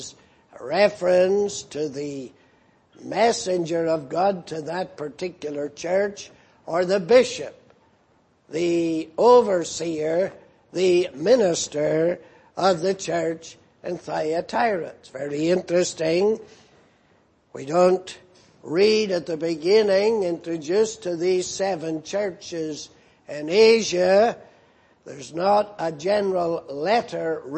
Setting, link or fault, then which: setting, large echoing room